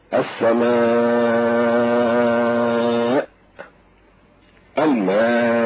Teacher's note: وما دام قد زاد سببه تزيد مرتبته، فيمد ست حركات، فإن كان منصوبا كالسماء والماء ووقفنا عليه فيكون فيه ست حركات بالسكون الخالص. السماء، الماء.